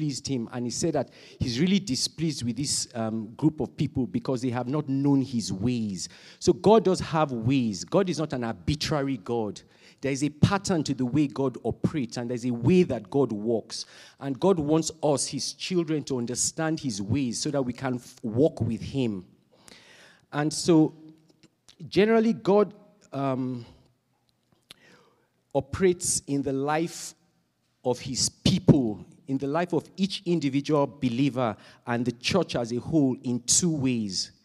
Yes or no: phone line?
no